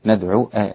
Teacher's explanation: حتى لا تطل منك الضمة على العين